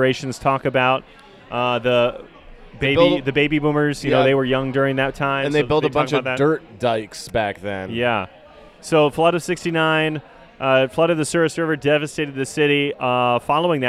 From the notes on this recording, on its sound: recorded at Off The Vine